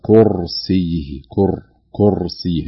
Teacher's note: الراء فخمناها بشكل يسمونه أعلى مراتب التفخيم لأنها ساكنة وما قبلها مضموم